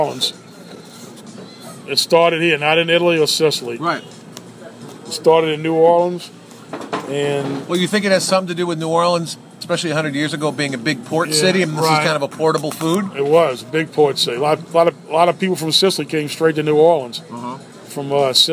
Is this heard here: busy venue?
yes